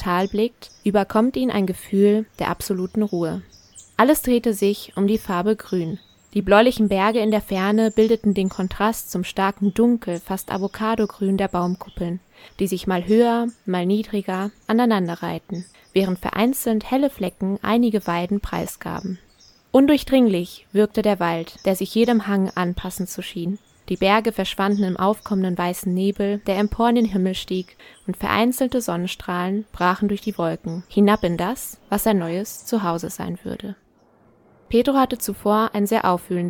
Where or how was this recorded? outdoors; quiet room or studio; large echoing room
outdoors